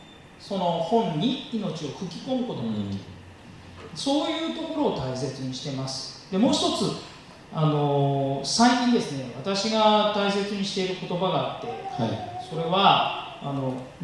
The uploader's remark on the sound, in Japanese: 11/27公開録音Part1